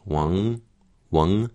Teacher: it often feels a little bit like you're heading towards an NG · Term: nasalization